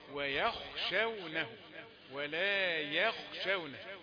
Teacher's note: بين أن الخاء مفخمة وأما الياء فمرققة